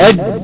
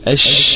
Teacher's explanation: أش هكذا، أش ما فيش فيها إغلاق، بالعكس اللسان بيبقى في حالة قرب من منطقتي الحنك الأعلى، ولكنه لا يكون في حالة التلامس أو الضغط الموجود أو الغلق الموجود في حرف الجيم · Shown in: second take · Term: الشين